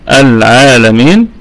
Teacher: الميم متحركة بالكسر، ففيها هي في الدرجة الخامسة من درجات الغنة، يعني في أقل درجات الغنة، وأيضا فيها مد طبيعي وصلا وعارض للسكون وقفا، كل ده في الميم.